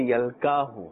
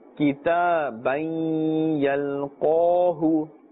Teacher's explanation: Yalqahu will be mixing this qaf with the kaf. Because kaf has a more flatter and thinner sound. And qaf has a full sound, a thick sound.